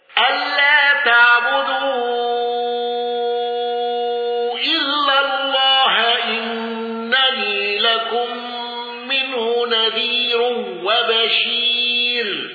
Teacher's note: الأزرق بالإشباع وتفخيم الراء المضمومة